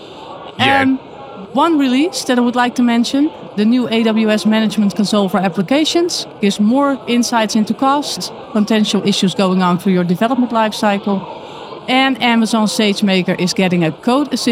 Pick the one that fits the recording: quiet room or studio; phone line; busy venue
busy venue